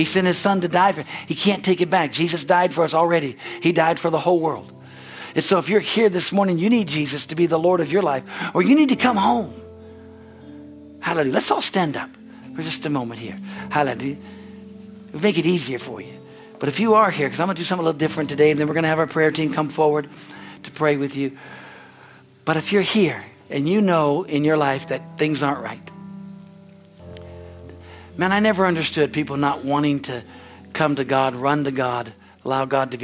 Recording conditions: large echoing room